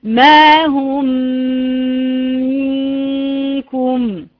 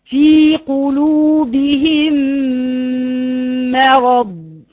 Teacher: وفي الميم الساكنة هو التقاء ميم ساكنة بأخرى متحركة، بميم متحركة على نفس الخط، فتدغم الميم الساكنة في الميم المتحركة فيصيران حرفا واحدا مشددا، ويسمى إدغام متماثل صغير، ويسمى إدغام مسماتل صغير.